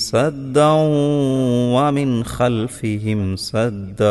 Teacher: വജഅൽനാ മിൻ ബൈനി ഐദീഹിം സദ്ദൗ വമിൻ ഖൽഫിഹിം സദ്ദ. സദ്ദൻ എന്നുള്ളതിലെ തൻവീനിനെ വാവിൽ ലയിപ്പിച്ചുകൊണ്ടും മിൻ എന്നതിലുള്ള സുക്കൂനുള്ള നൂനിനെ വ്യക്തമാക്കിയുമാണ് പാരായണം ചെയ്യേണ്ടത്.